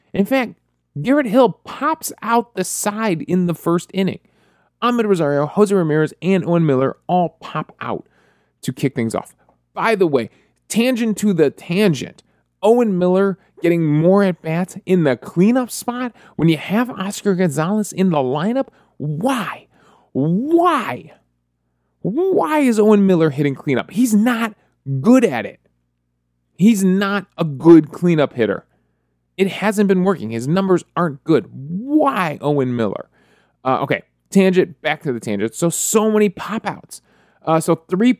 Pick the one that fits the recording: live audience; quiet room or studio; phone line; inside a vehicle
quiet room or studio